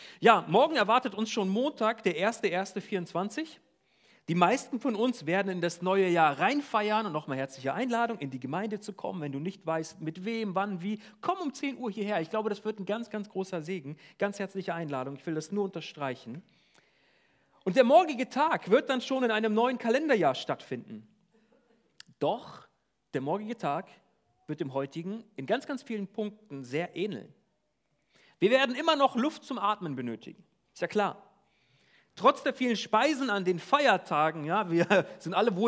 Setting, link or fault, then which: setting, large echoing room